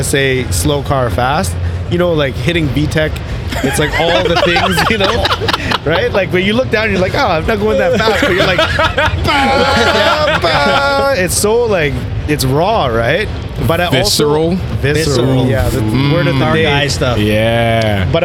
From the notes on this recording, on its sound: Driven Show Live. Live at the Driven Show Calgary.